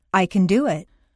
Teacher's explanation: Reduce the positive can to kun and stress the verb.